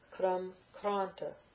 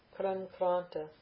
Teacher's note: It belongs to a group where the a becomes long. And then the M plus the ta, the M will take the dental